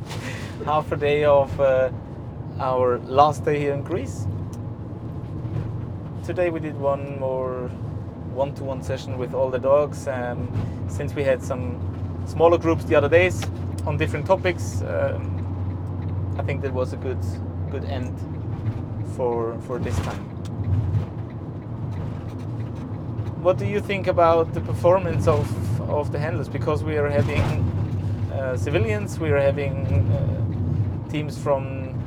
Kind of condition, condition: setting, inside a vehicle